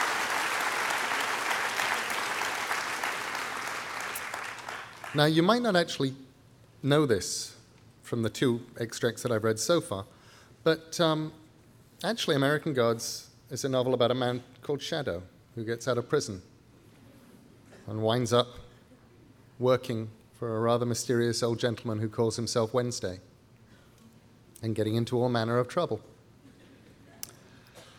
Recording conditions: live audience